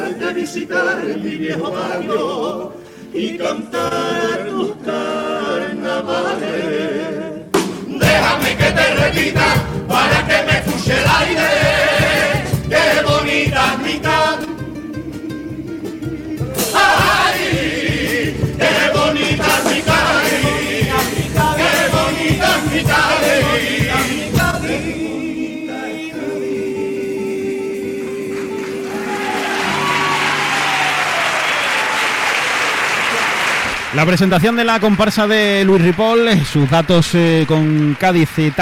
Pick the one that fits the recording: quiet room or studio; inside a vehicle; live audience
live audience